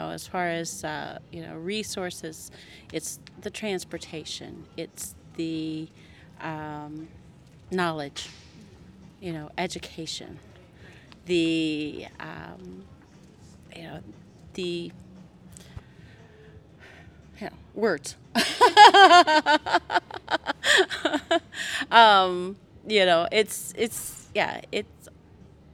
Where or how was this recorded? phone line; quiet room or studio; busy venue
busy venue